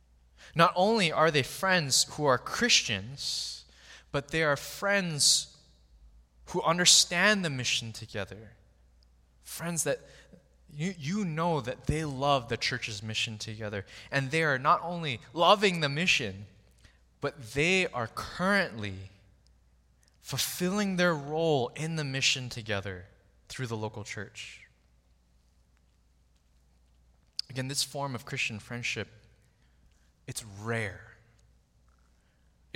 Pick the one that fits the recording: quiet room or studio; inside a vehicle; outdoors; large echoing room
large echoing room